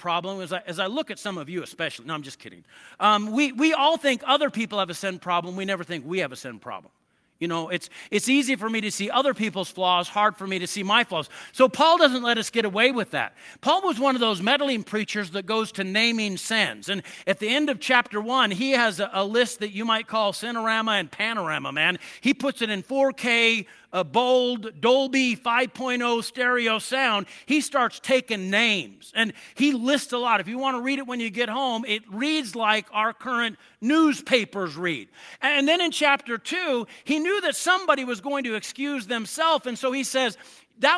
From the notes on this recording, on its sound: I preached this sermon at Twin Falls Church Of The Nazarene